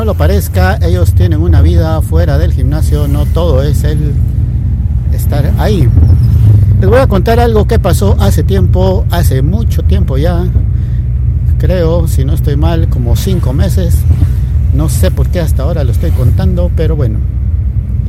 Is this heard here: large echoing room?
no